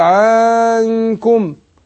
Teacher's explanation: يبالغ في حركة الفتح قبل النون اللي هي المخفاة فيروح حاطط إيه قبل النون ألف